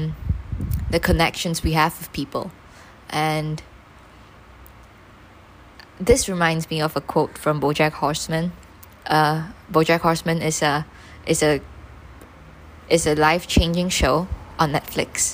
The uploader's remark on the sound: Recorded this while I was alone in the dining room. With a stand fan on beside me. I don’t know how much background noise you’re gonna hear cuz I’m not exactly in the best place to record. This is the first episode I’m recording on my new phone!!